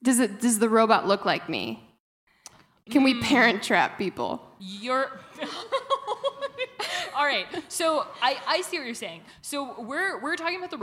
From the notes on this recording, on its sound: LIVE at the Chicago Podcast Festival